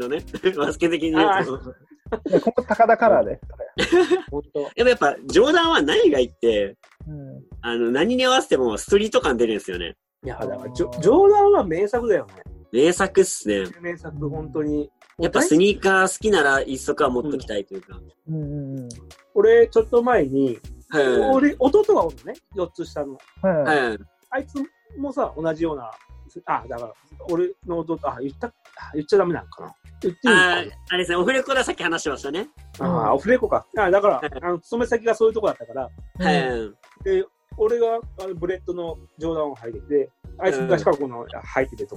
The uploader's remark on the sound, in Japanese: ZOOMコラボ収録の模様をお届けします